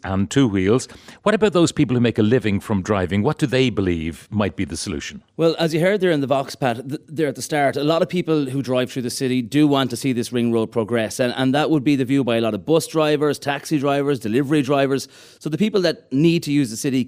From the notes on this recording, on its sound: As we broadcast live from the Galmont Hotel in Galway as part of Newstalk's Summer Tour.